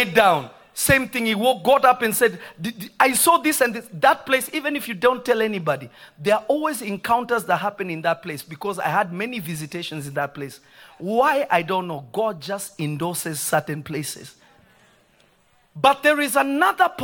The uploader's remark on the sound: This episode was recorded on Jun 15, 2023 at Prophetic Service at Revelation Church in Simi Valley.